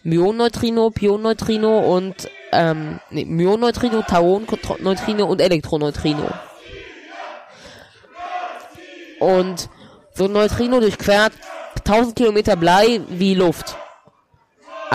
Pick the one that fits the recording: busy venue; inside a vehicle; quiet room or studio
busy venue